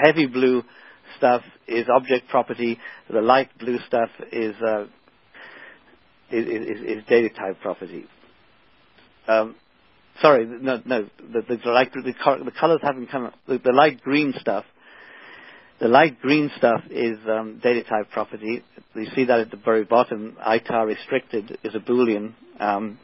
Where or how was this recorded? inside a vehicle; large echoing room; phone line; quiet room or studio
phone line